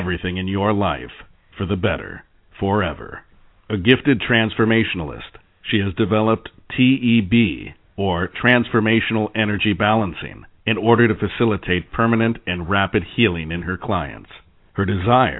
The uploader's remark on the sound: Take your questions and LIVE calls.